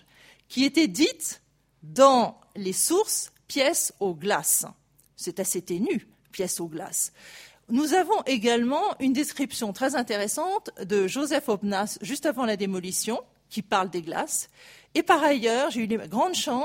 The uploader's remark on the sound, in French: Enregistrées le 28 janvier 2016 dans le cadre du colloque « Mobiliers, ensembles, décors.